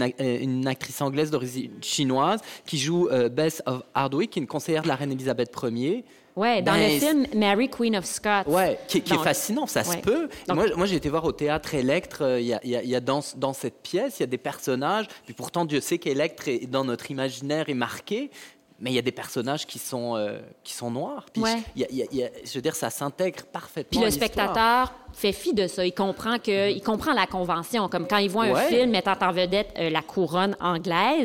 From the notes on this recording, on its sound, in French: Cette table-ronde est enregistrée directement de la Capsule, durant le Festival cinéma du monde de Sherbrooke, au printemps 2019.